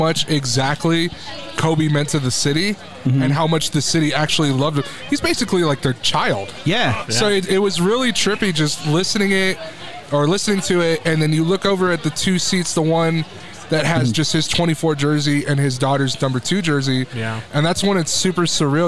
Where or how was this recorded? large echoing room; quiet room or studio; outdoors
outdoors